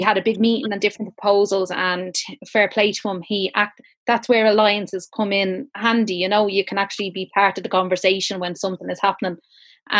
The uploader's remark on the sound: An audience of over 150 joined us on Zoom